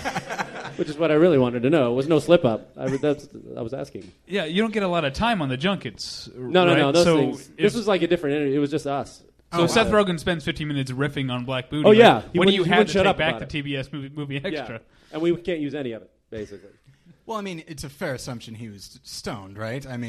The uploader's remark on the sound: Battleship Pretension Live 4. At Meltdown Comics.